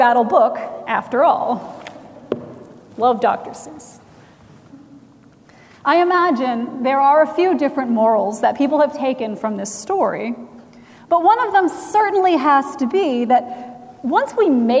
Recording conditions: large echoing room